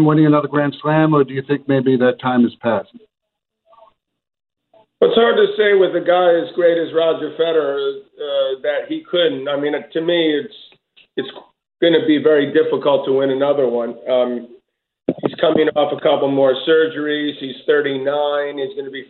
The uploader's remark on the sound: 2021 Australian Open Conference Call